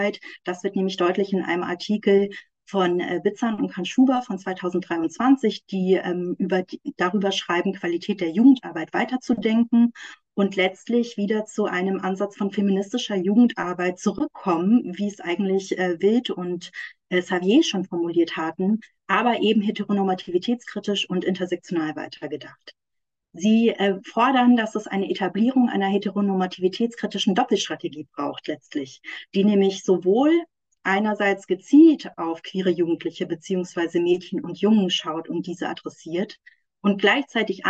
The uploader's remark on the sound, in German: Ein Mitschnitt aus der Online-Vortragsreihe des feministischen Wissenschaftskollektivs „Zwischen Institution und Utopie“.